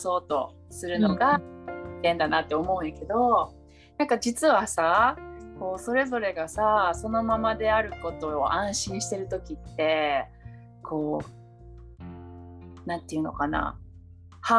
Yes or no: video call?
yes